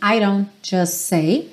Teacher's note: All these words I don't just say. Então, aqui esse I don't, esse D acaba soando rarara, mesmo sendo no começo da palavra, que é interessante, I don't just say.